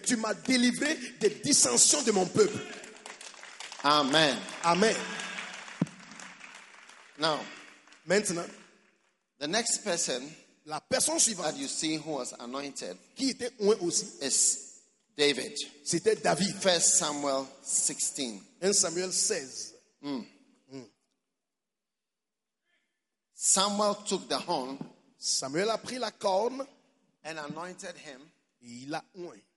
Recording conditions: live audience